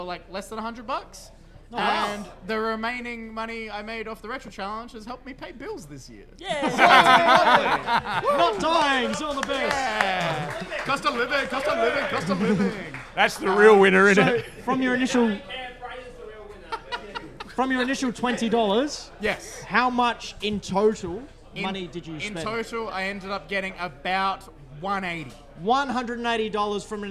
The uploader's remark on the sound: LIVE SHOW PART 1. LIVE at the Flipside Barcade.